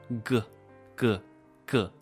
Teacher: 它是舌头的后端舌根部位向后上方抬起来隆起 · Term: 舌根后音